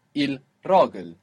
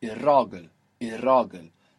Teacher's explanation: the L of the word for the in Arabic, half of the time it assimilates to the following sound · Shown in: second take · It changes to match the sound that follows it.